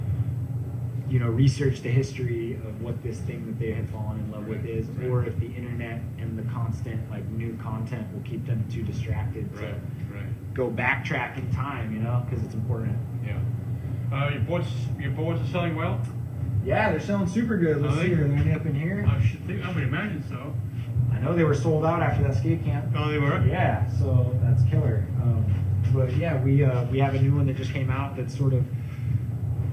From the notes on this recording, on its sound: live at the Santa Cruz Boardroom